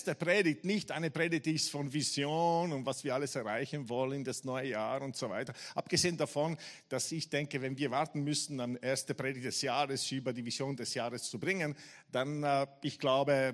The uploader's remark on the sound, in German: Gottesdienst live aus der LIFE Church Wien.